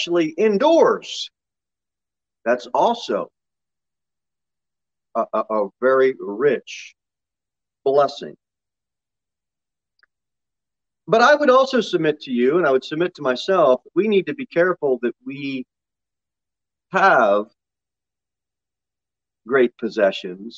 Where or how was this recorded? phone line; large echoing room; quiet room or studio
large echoing room